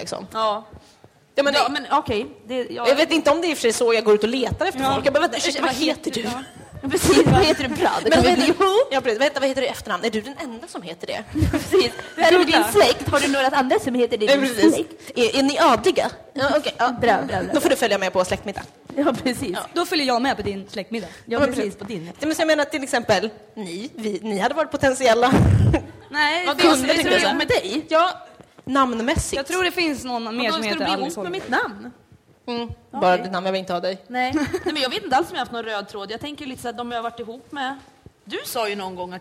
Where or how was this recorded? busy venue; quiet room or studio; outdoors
busy venue